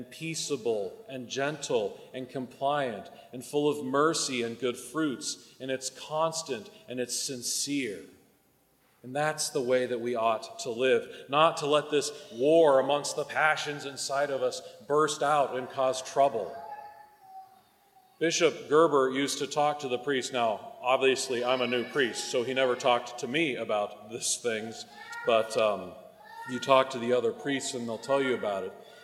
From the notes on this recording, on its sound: Recorded at the 9am Mass.